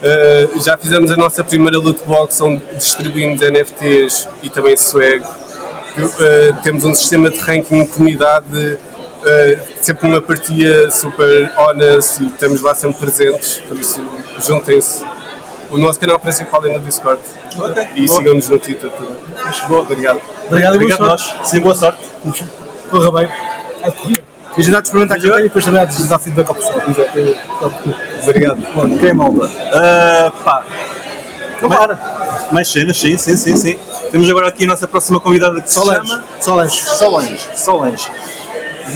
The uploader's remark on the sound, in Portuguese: Esta semana estivemos no ETHPorto, uma conferencia dedicada ao Ethereum e cryptomoedas em geral, no decorrer da conferencia fizemos um uma emissão ao vivo. Onde falamos com vários participantes do evento.